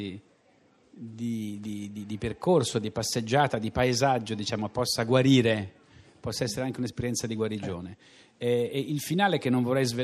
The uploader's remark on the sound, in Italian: In diretta da Libri Come.